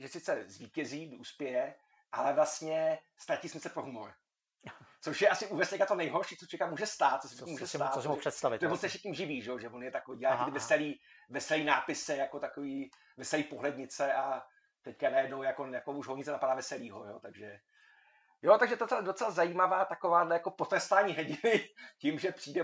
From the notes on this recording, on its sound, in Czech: Omlouváme se za slabší kvalitu zvuku.